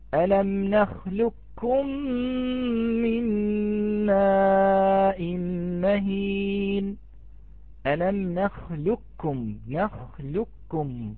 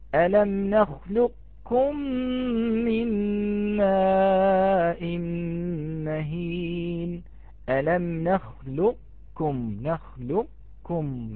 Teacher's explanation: نأتي بصفة الاستعلاء أي بمعنى آخر أخوتي الكرام، أن نأتي كأننا نأتي بقاف غير مقلقلة · Shown in: second take · نخلقكم، لا نقول نخلق نخلق وإنما نقول نخلقكم، ثم نأتي بكاف مرققة لا تفخم الكاف.